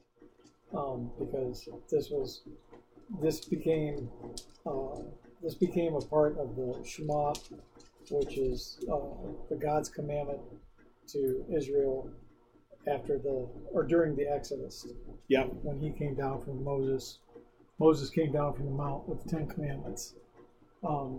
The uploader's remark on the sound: Sorry for the audio quality this week.